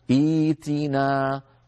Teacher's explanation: أبدلوا الهمزة الثانية الساكنة حرف مد من جنس حركة الهمزة الأولى